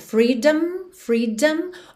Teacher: esse O da palavra freedom praticamente não é pronunciado